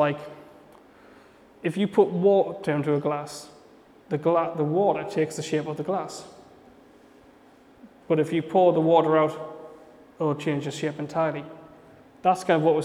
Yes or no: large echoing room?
yes